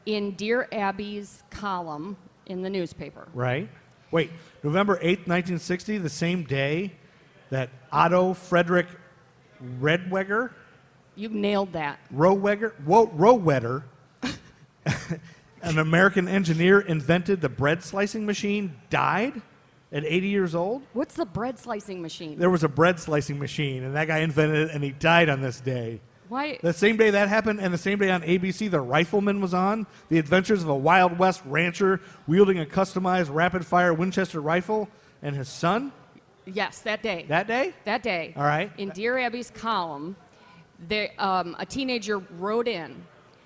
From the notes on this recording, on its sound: LIVE SHOW! Recorded at Coco and the Director as part of Charlotte Shout on the Queen City Podcast Network Stage.